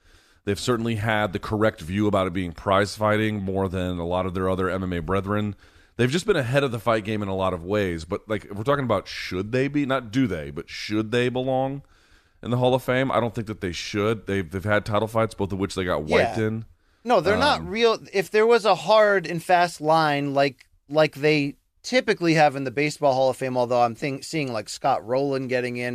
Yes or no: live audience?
no